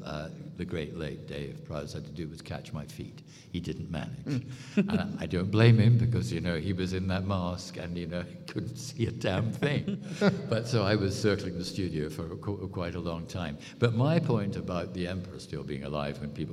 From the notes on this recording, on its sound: I was given the opportunity to hop on stage. One of the great moments Rule the Galaxy had at ICCC.